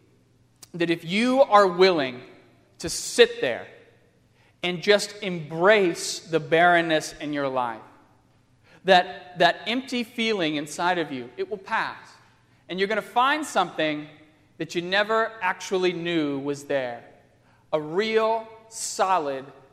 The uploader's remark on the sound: on Sunday, October 4, 2015, at First Presbyterian Church of Arlington Heights, Illinois.